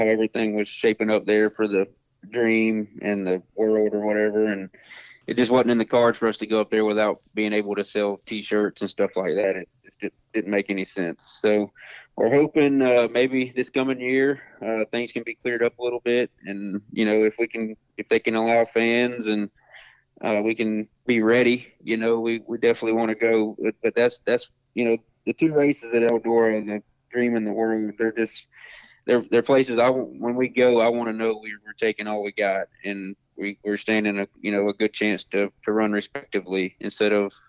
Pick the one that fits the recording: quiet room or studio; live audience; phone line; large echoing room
phone line